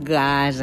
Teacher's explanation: la primera consonant de la paraula gasa és velar